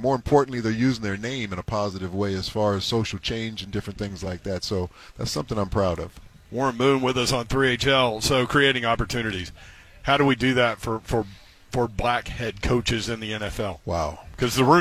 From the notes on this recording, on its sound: stopped by the booth at Radio Row with 3HL